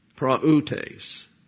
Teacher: It's not praoutes, two syllables. It's three syllables. And therefore, we have the accent on the upsilon